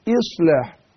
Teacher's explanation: برقق الهمزة المكسورة المبدوء بها